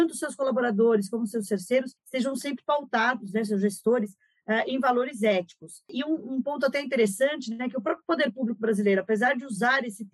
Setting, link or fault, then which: link, video call